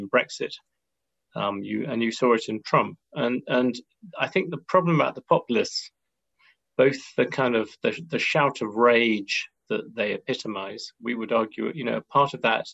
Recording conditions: video call